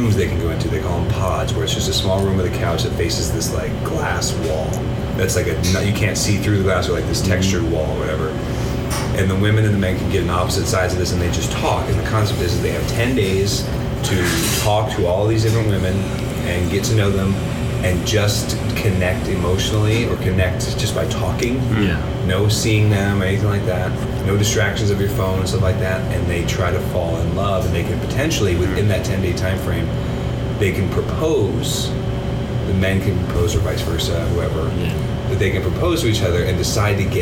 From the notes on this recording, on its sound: Audio issues